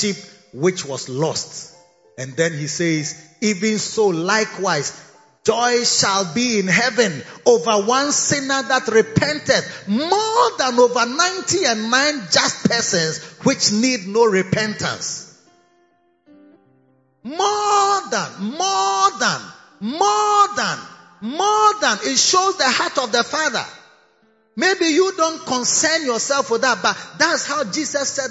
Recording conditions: large echoing room